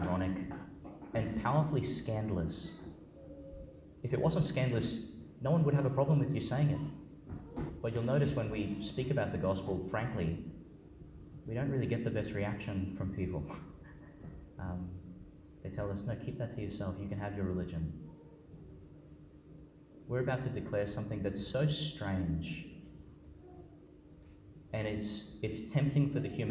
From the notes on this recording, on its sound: Homily for the Solemnity of the Nativity of Jesus Christ, delivered at Our Lady Star of the Sea Church, Gladstone, Qld.